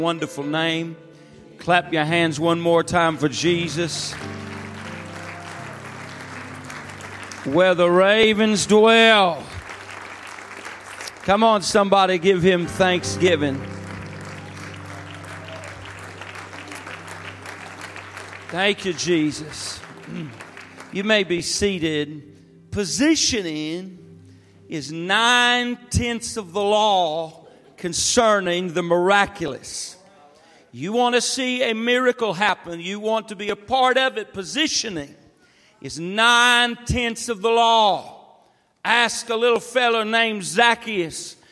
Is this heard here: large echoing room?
yes